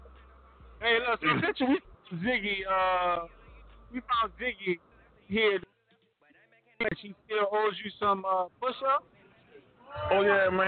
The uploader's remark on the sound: Draft Show at BWW Houston. We Live from Buffalo Wild Wings Houston.